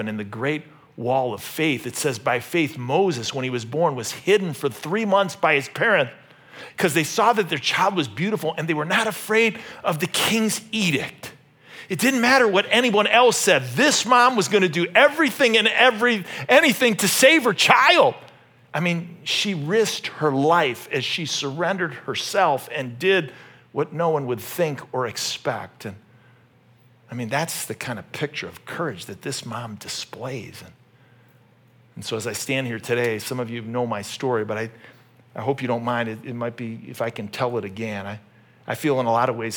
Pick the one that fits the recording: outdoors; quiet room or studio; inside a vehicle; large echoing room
large echoing room